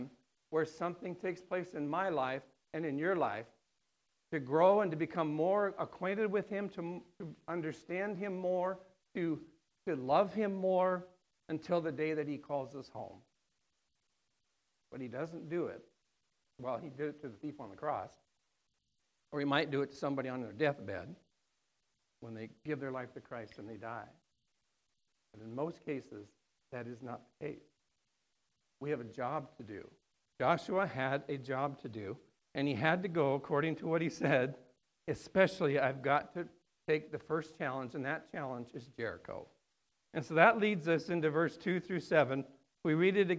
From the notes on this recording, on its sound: on September 29th, 2019 at The Well, an Acts 29 and Converge Heartland Church in Hastings, NE